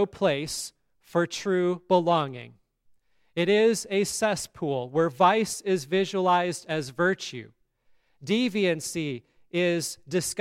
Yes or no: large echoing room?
yes